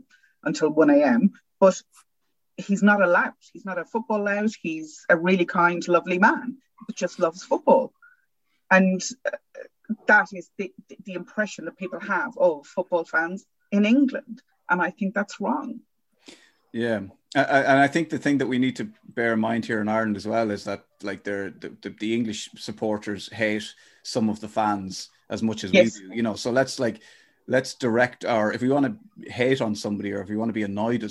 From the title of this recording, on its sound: Three heads on the Zoom